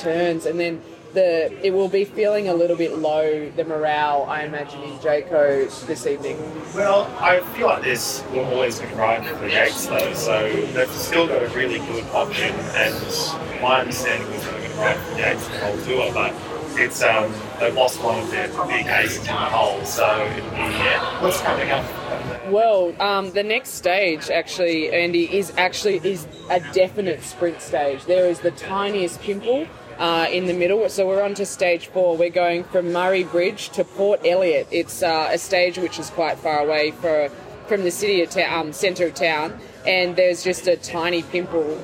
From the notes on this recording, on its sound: We're live again from the Hilton Adelaide and the 2024 Tour Down Under.